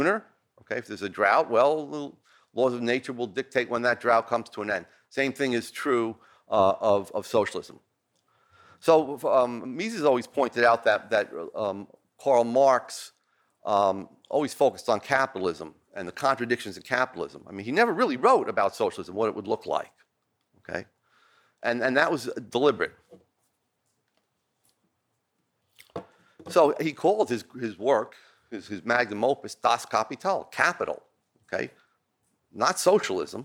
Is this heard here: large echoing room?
yes